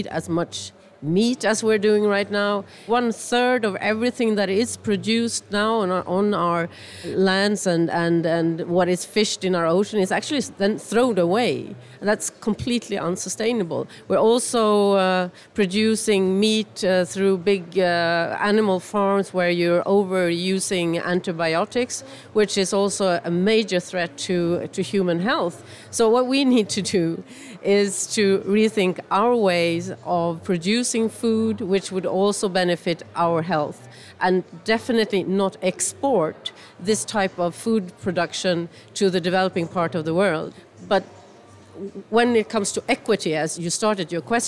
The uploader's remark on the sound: The podcast is taped live in front of an audience at the Nordic Pavilion at COP24 in Katowice, Poland.